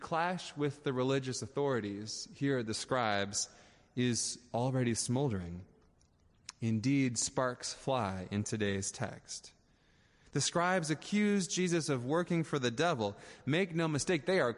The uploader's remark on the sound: Audio recording of the sermon in Ellis Hall